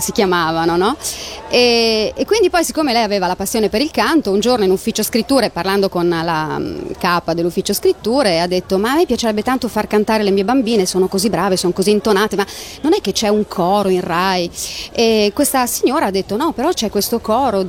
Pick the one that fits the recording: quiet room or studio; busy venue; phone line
busy venue